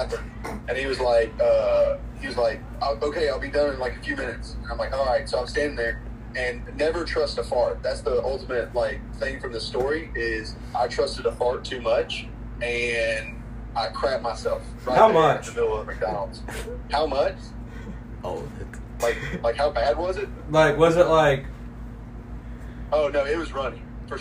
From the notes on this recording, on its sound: we have a live caller